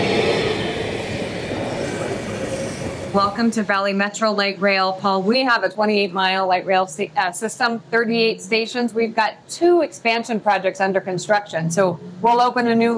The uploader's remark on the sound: While riding the LRT and streetcars